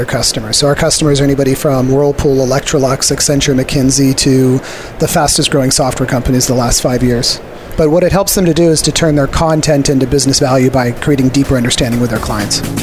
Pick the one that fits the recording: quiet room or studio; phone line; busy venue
busy venue